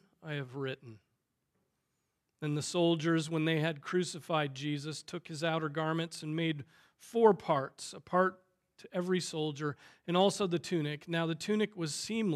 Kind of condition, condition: setting, large echoing room